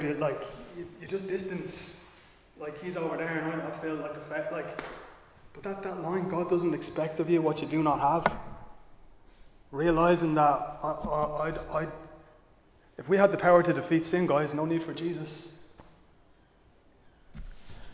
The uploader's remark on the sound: Recorded live in Liberty Church on 7 August 2022